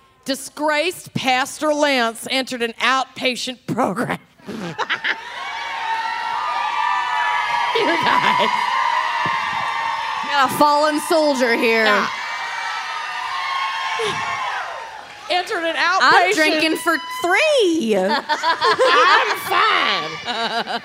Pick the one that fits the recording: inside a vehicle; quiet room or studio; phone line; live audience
live audience